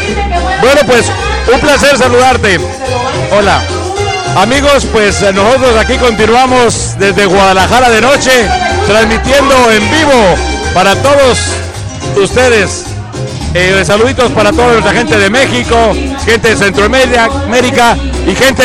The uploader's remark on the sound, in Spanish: Transmisión en vivo del doceavo aniversario de LA CARAVANA DE LA ALEGRÍA desde GUADALAJARA DE NOCHE en GARDENA, CALIFORNIA